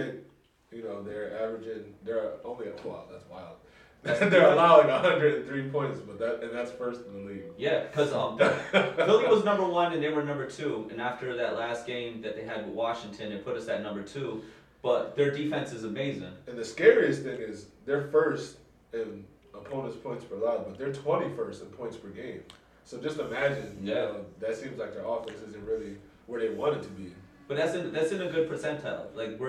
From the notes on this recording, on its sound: Please excuse the audio on this first episode.